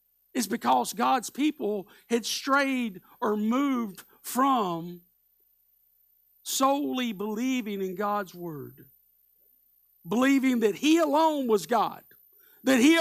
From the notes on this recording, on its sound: Live Sunday Morning Service